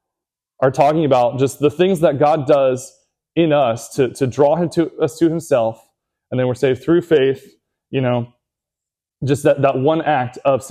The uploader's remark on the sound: Recorded at Seabreeze Church